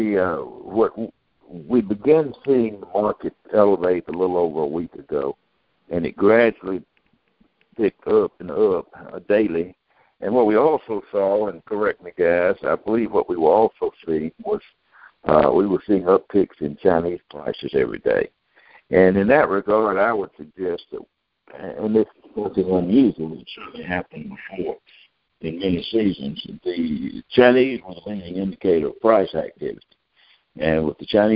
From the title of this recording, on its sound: Monthly Conference Call